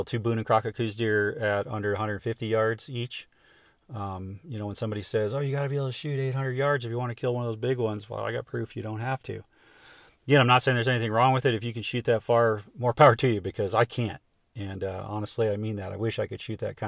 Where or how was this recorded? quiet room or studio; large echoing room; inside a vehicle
inside a vehicle